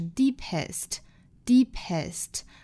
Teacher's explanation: 这个 deep 这个单词第一个元音长元音 e